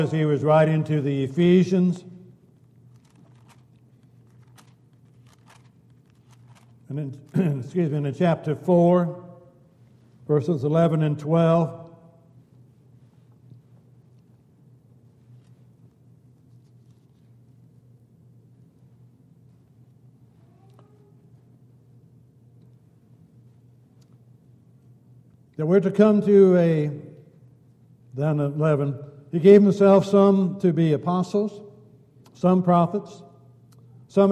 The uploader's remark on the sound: Downtown Church Of Christ Audio Sermon.